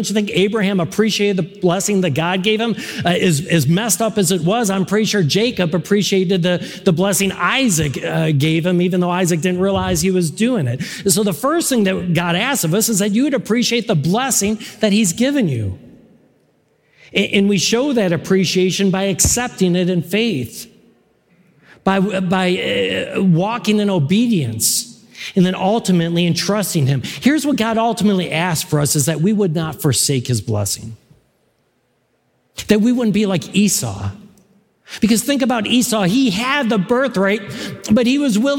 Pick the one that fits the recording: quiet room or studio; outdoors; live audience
live audience